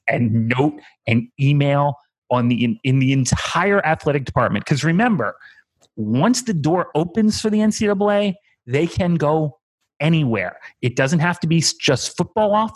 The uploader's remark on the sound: jump in the zoom machine